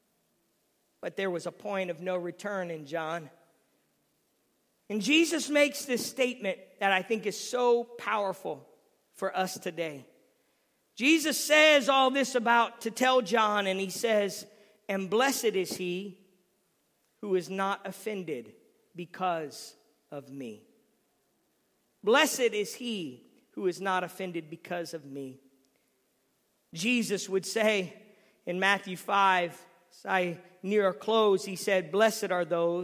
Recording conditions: large echoing room